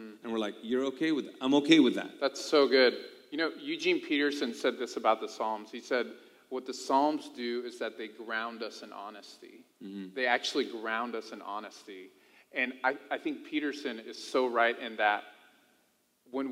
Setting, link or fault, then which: setting, large echoing room